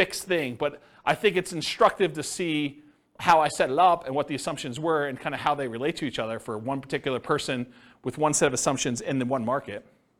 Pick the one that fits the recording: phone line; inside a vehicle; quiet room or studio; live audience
live audience